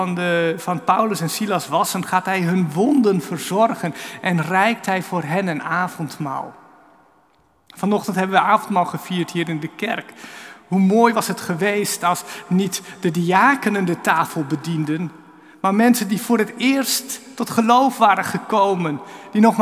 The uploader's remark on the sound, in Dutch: Opgenomen in de Noorderkerk te Amsterdam.